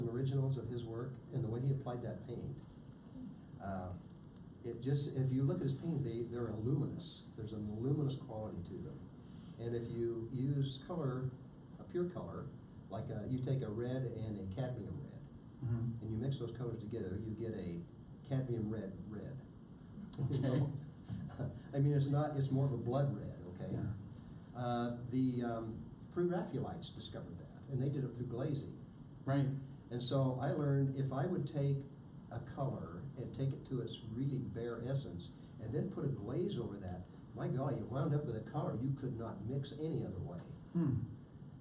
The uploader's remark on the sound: Held as a live interview and Q&A during the final night of the 2017 Zion Art Invitational